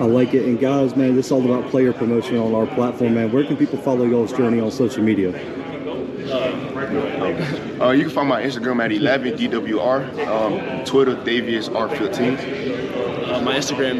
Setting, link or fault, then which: setting, busy venue